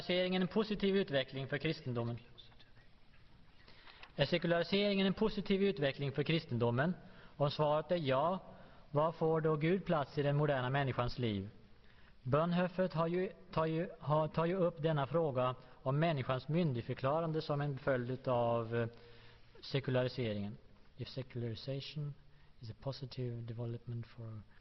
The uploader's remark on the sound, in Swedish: Inspelad i G&#246;tebrogs Univeritets Aula, G&#246;teborg vid en CKS-konferense i G&#246;teborg